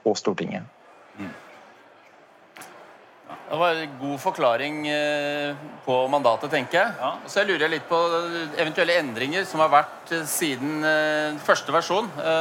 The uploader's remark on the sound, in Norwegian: LIVE på ONS 2022